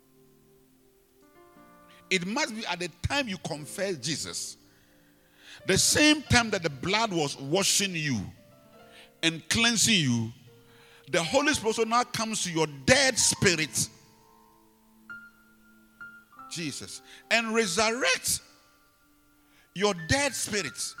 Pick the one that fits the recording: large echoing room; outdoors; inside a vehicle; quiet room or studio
large echoing room